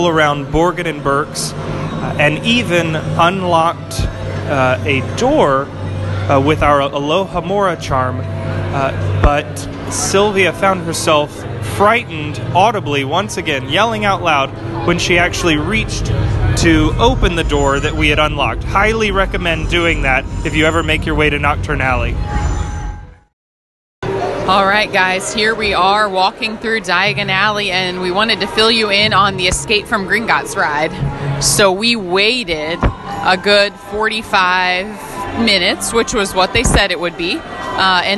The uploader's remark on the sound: Live from the Wizarding World of Harry Potter. Broadcast live from Universal Studios in Orlando, Florida.